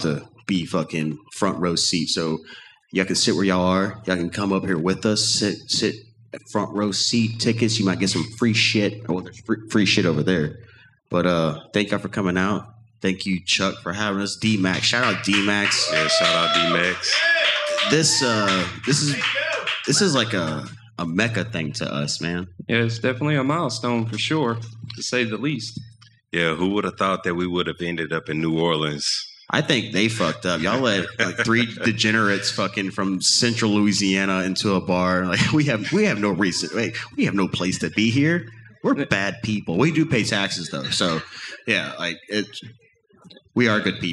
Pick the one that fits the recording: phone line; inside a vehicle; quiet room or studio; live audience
live audience